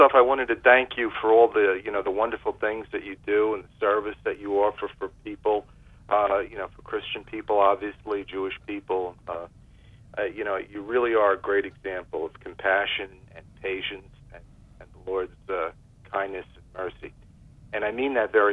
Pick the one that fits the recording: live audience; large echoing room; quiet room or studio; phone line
phone line